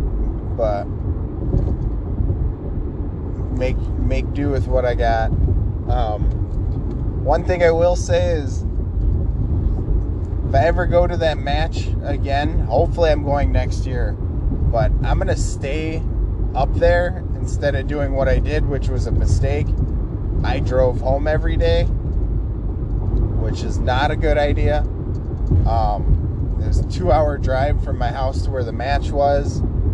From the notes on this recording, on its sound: My headset is no longer working so I recorded off my phone on my drive to work. Sorry about the background noise.